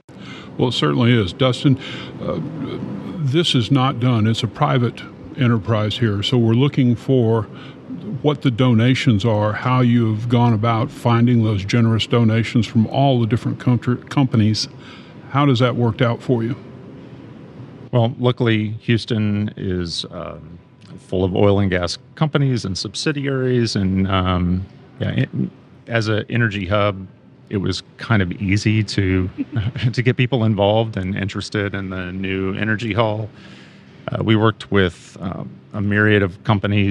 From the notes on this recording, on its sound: at the Wiess Energy Hall located at the Houston Museum of Natural Science